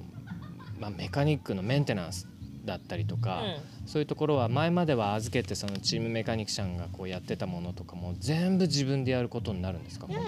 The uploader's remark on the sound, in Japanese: In PEDAL DAY GO Mt. TSUKUBA。収録地：茨城県つくば市 PEDAL DAY GO Mt.TSUKUBA イベント会場。